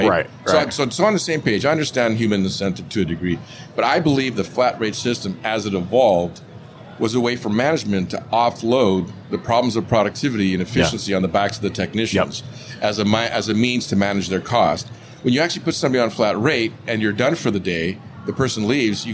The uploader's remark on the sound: In this episode recorded live at AAPEX 2022.